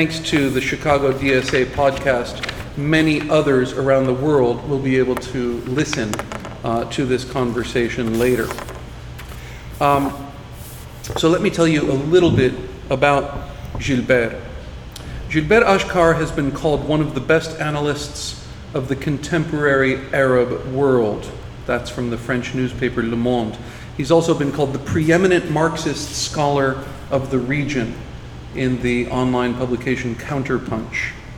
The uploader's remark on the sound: Recorded July 10, 2018 at After-Words Books in Chicago.